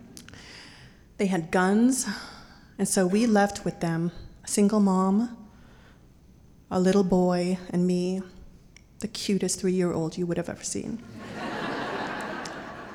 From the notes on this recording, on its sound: told live on stage and without notes